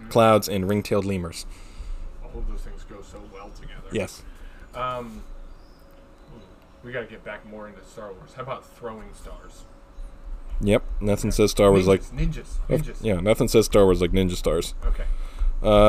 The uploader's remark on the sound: In their second episode recorded in the great outdoors